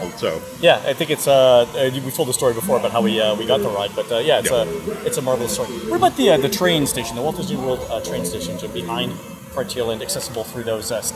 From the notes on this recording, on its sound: continue their audio tour of the 2018 version of WDW’s Magic Kingdom with a stroll along the Rivers of America.